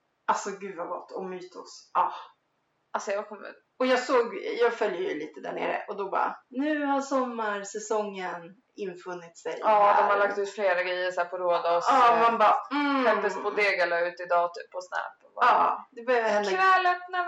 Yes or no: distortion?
yes